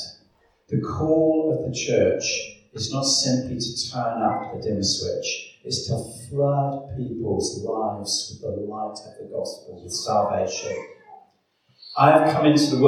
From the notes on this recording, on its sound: Please excuse the echoing sound of the recorded video.